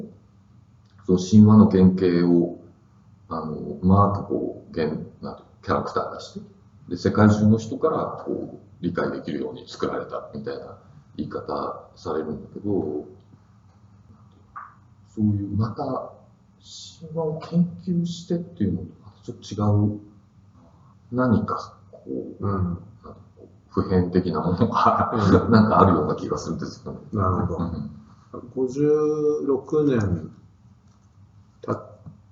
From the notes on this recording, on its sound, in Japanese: 旧マイクで音声ややわるいです